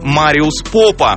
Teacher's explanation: Ударение фамилии именно на первый слог